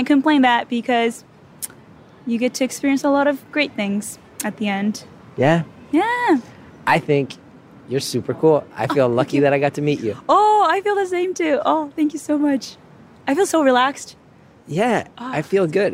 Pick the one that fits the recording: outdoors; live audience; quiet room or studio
outdoors